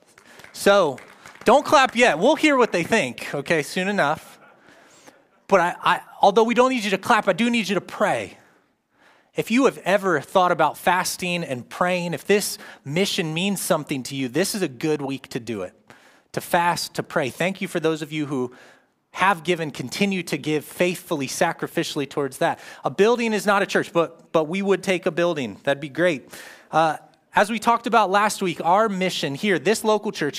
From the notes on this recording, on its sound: live from Covenant Church